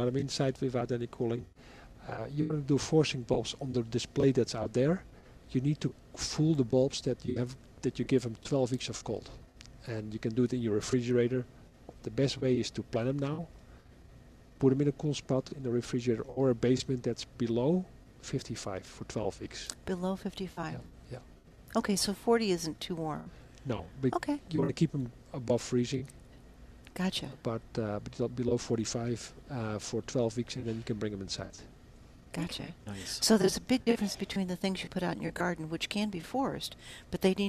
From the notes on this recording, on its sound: Live from Prairie Gardens.